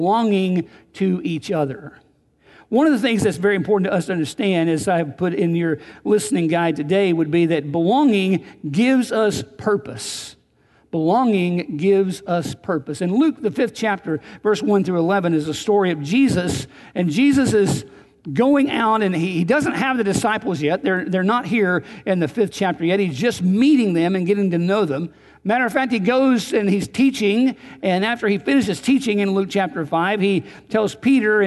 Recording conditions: large echoing room